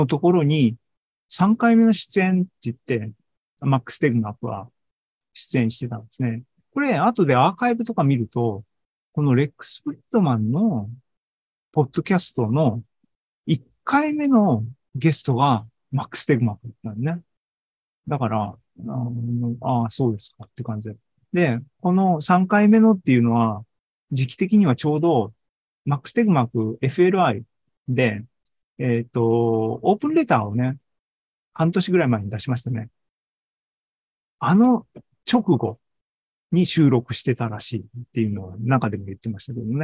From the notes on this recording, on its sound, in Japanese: ZOOMライブの模様です